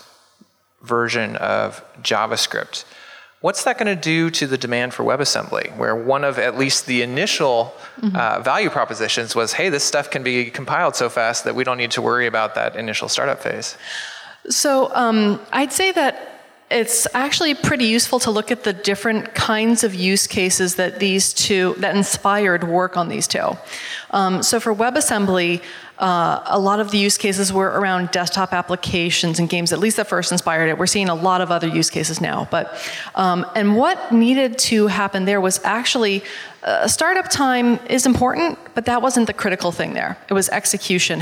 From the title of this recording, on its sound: LIVE from JSConf Hawai'i